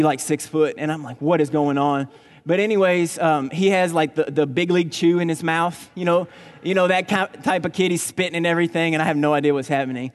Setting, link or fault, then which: setting, large echoing room